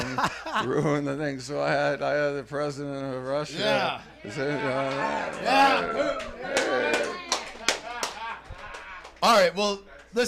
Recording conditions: busy venue